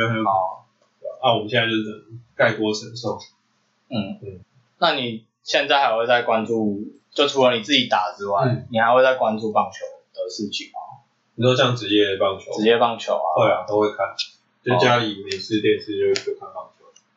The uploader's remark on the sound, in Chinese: 本集電腦沒有放乖乖，音質略微奇特。